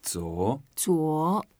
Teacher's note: 昨 is the second tone. We go up.